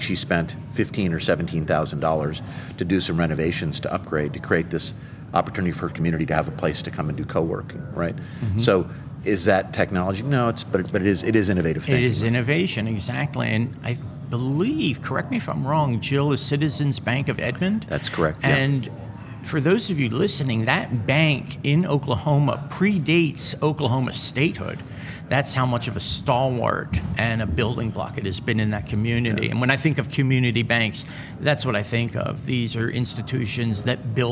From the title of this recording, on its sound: LIVE FROM MONEY 20/20